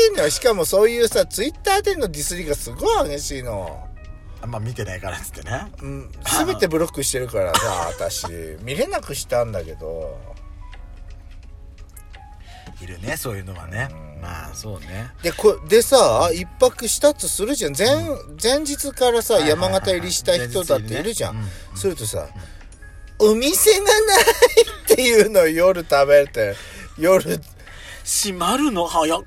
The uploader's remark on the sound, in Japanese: パーキング収録